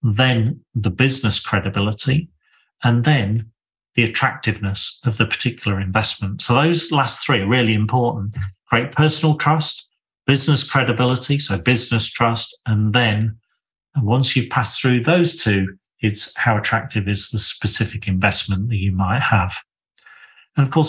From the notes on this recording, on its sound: Excerpt taken from a webinar recorded in March 2023